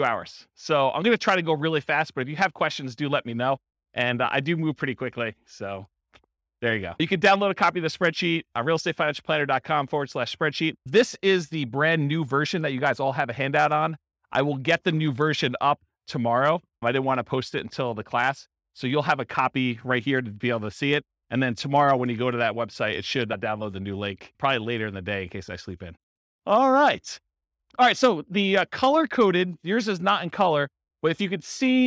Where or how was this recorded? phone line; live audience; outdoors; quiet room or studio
live audience